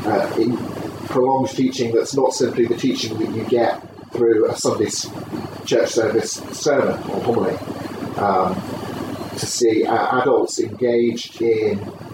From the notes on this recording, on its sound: I was interviewed on camera. Apologies for the sound quality, this is just off my mp3 recorder going in the background without a mic attached, I've done what I can to clear it up in editing...